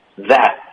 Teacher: that 结尾的 t 呢省略导致一个停顿 · Term: 干脆停顿